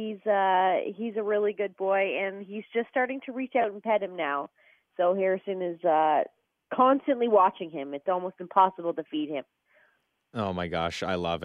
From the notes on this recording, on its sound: on the phone